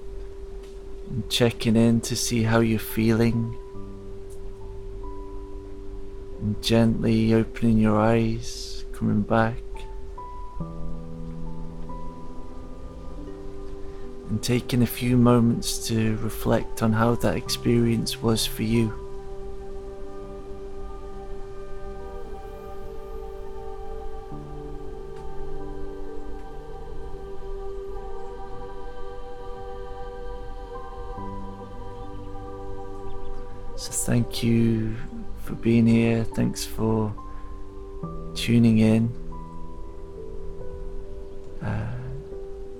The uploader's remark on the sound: The podcast is recorded in the forest, and the soundtrack contains sound healing.